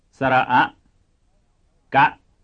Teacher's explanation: You probably noticed that both syllables have high pitch contour.